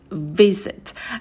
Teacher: На звуке «в». У нас верхние зубы касаются нижней губы, и мы отталкиваемся от этого звука. Потом идет краткий «и».